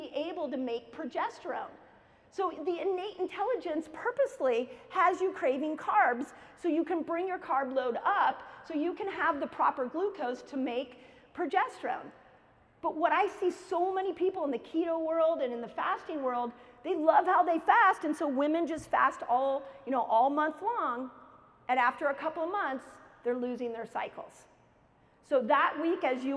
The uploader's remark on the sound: keynote lecture at KetoCon 2022